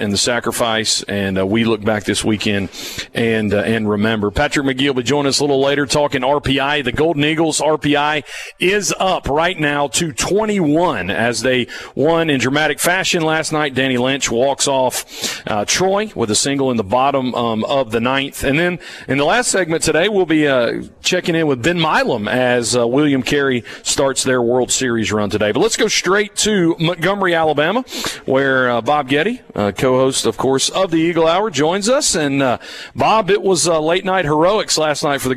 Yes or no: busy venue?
yes